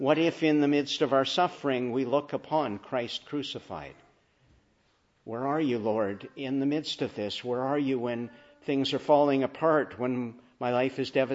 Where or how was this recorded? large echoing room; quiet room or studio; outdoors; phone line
large echoing room